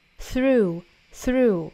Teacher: through 这个词呢有一个 th 我们说看到 th 舌头呢就下意识的伸出来去摩擦去碰触上排的牙齿然后再去送气 · Term: 清辅音